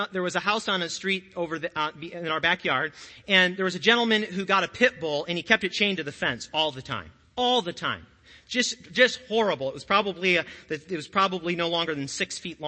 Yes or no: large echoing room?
yes